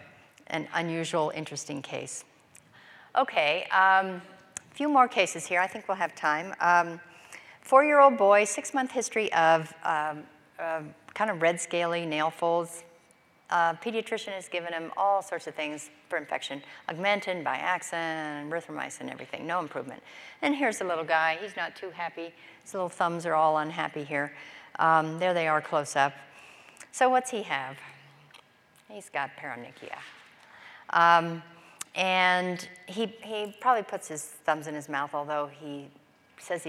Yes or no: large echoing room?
yes